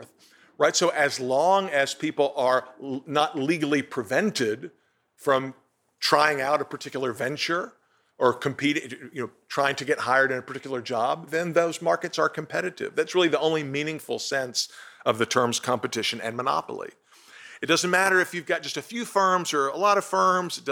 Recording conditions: large echoing room